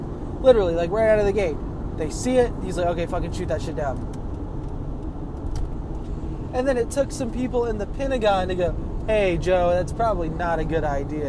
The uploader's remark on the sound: I scream from my car.